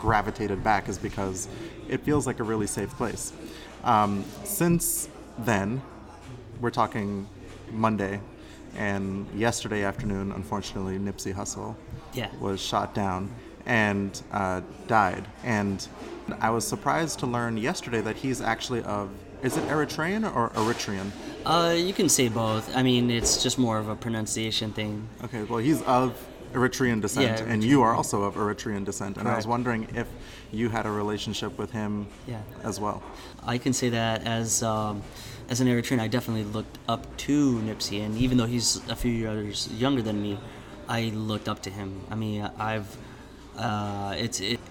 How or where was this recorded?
busy venue